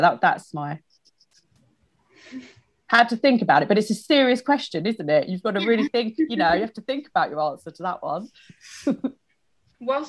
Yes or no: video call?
yes